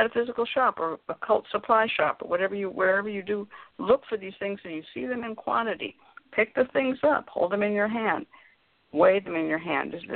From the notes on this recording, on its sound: a real, live call-in show